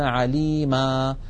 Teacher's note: يحذفون التنوين ويقفون بألف معوضة عن تلك النون فيقولون عليما، بينما مثلا عليم يحذفون التنوين ويقفون بالسكون عليم.